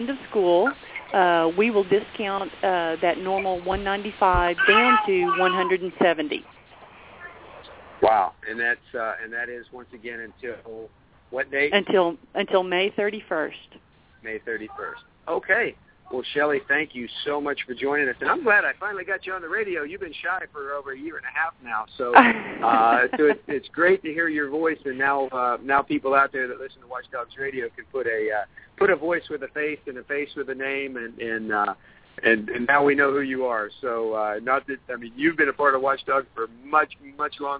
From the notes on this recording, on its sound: WD Radio from Disney World. Broadcasting live from Walt Disney World in Florida.